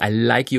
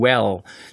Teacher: I like you ist relativ weit vorne, das L, wenn es am Ende steht oder am Ende einer Silbe steht im Englischen, wäre zum Beispiel ein well, da ist die Zunge weiter hinten